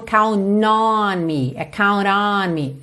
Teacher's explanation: Percebe como esse T virou quase um rarara, porque é quase como se eu estivesse ligando direto no N, só que não é o N mesmo, count on me.